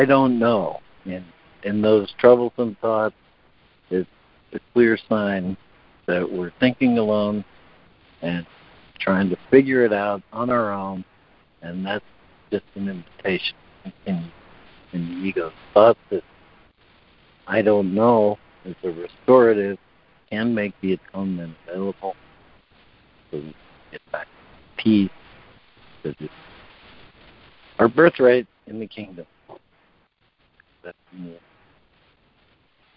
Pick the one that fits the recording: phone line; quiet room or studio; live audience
phone line